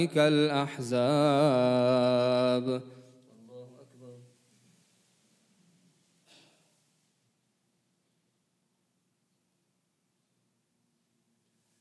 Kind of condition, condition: setting, large echoing room